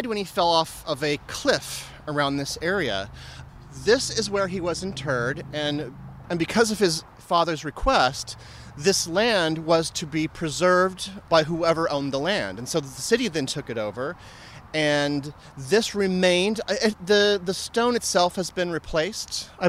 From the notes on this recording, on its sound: We visit the park itself to give you the full dynamic sound experience, reviewing Riverside's most spectacular attractions.